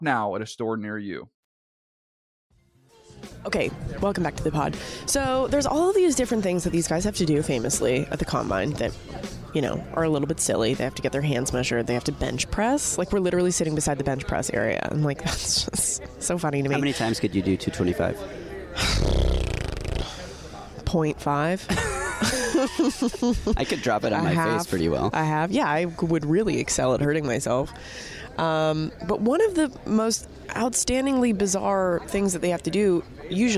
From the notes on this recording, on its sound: LIVE from the 2022 NFL Scouting Combine in Indianapolis right in the middle of all the action